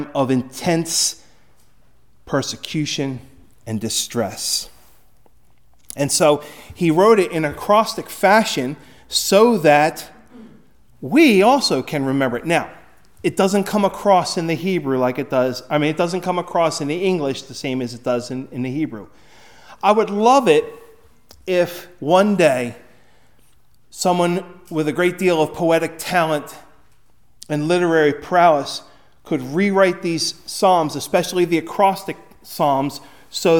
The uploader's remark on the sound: Recorded at Hudson UMC on February 18, 2024